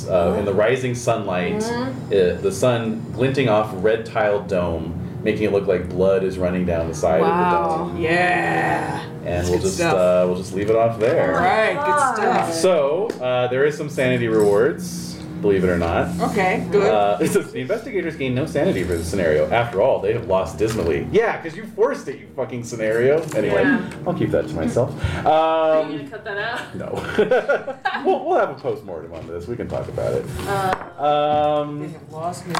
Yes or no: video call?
no